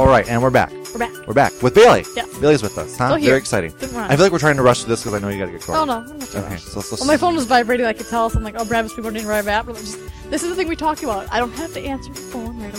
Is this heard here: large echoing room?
no